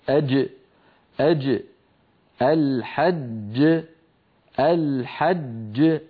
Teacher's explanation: ولاحظوا بارك الله فيكم بأن المخرج مقفول تماما. أج أج الحج الحج، المخرج مقفول تماما. · Term: الجيم